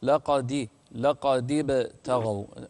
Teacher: قلقل الباء واكسر الدال